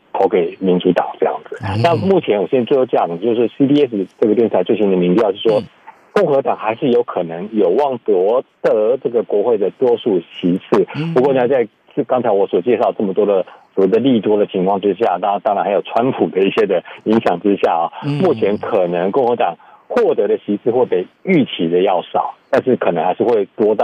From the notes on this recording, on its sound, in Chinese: 美國之音每月連線。連線美國之音白宮記者。